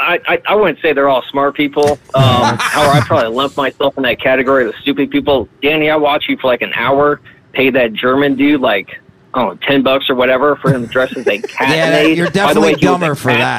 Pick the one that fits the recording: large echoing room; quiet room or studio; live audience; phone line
phone line